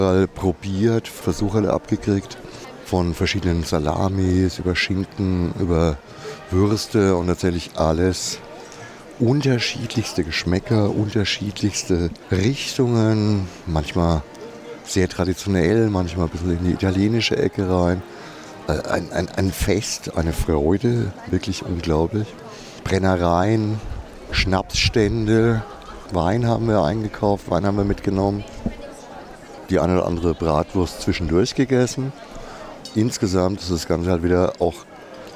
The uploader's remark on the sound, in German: Live vom Rhöner Wurstmarkt